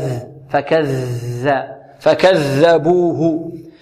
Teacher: الذال هنا معجم من طرف اللسان مع ماذا؟ مع أطراف الثنايا العليا